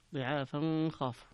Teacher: ففيها الإخفاء لأبي جعفر عند الوصل